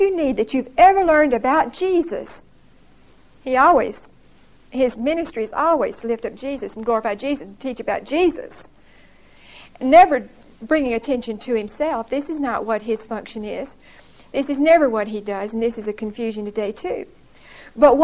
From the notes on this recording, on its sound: Recorded 11/4/1975 at Whitesburg Baptist Church.